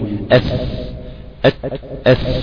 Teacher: من طرف اللسان مع أطراف الثنايا العليا · Term: الثاء